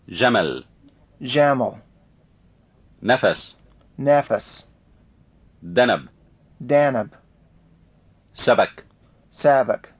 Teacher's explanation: Arabic A in unstressed position versus American pronunciation of the same words. Note the difference in the quality of the second vowel in each of the following pairs.